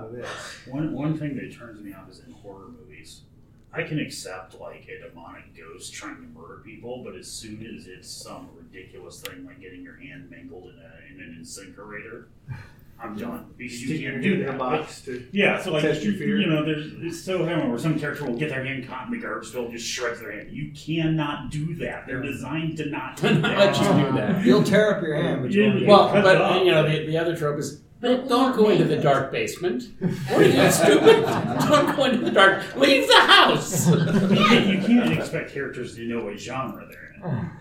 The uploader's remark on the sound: Recorded live Saturday – Panel Room 1 11:00 am-12:00 pm